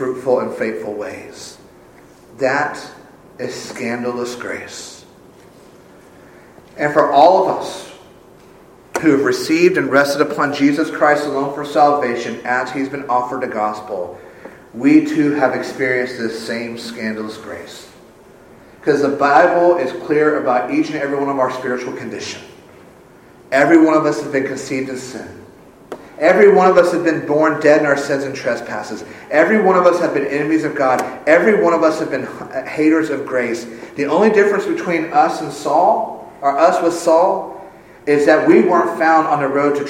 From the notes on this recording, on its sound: Full service is recorded